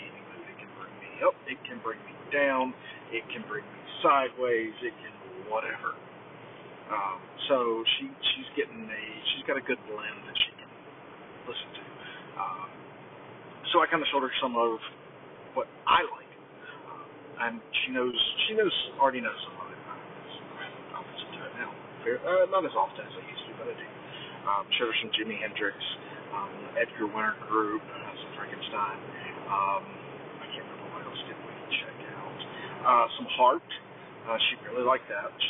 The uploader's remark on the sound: This is the final day of the poor audio